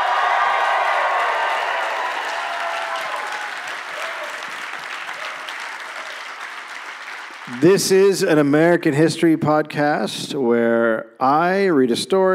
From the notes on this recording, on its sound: Recorded live in Louisville